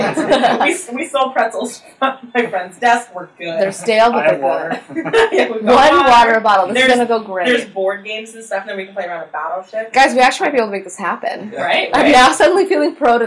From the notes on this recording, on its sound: Today we have sound problems! We had some major technical/microphone difficulties this week, so the sound quality is similar to that of an old school "Speak and Spell".